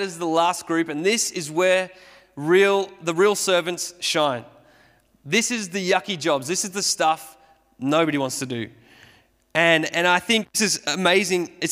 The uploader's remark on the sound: Sermon recorded at Restore Church on the 25th of July 2021